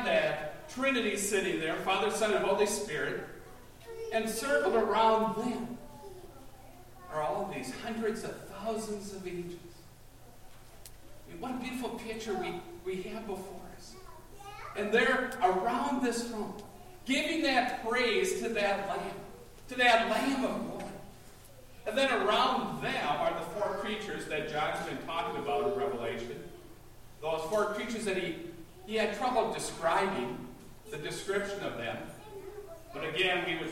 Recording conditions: large echoing room